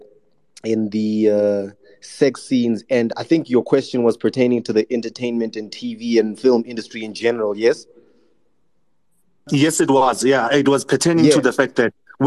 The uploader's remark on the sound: This is a recording of a Twitter Space conversation